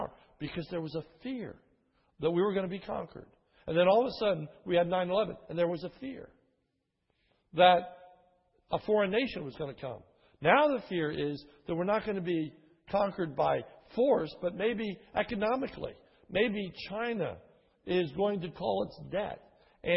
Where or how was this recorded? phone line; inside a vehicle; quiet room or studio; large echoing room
large echoing room